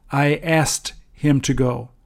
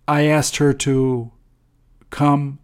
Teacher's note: when you pronounce A-S-K-E-D, which is the past tense, basically, it sounds like A-S-T.